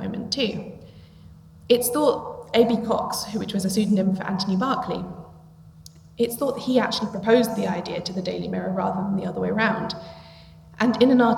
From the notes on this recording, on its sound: This live episode of Shedunnit was recorded at the 2022 International Agatha Christie Festival in Torquay.